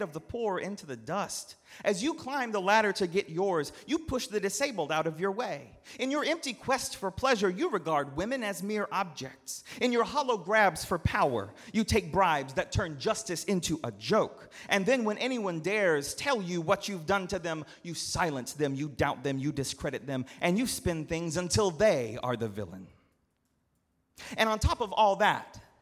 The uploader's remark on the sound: at Northminster Church on July 21, 2019